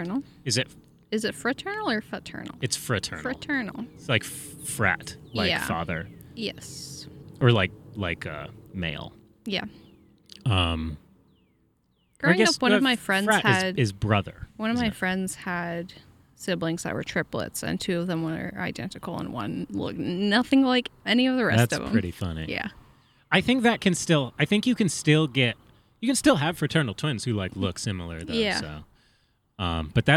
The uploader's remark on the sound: A very special episode that was recorded in a big empty field. The outside sounds aren't too noticeable.